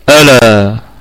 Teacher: إذن هي على أي حال همزة محققة تثبت في بادئ الكلام وفي الوصل. ألا كلها مرققة، ونقف عليها بالمد الطبيعي ألا وقفا حركتين